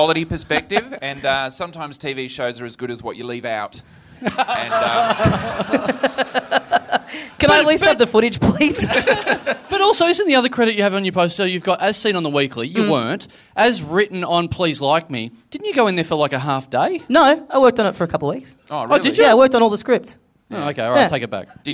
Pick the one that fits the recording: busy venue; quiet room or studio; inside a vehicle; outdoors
busy venue